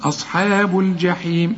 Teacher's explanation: الحاء مرققة في عموم القرآن، الصاد هي بس اللي مفخمة، أصحاب الجحيم، الجحيم الجيم كل جيم في القرآن عطشة، ما تقولش الجحيم، الجا الجا الجحيم.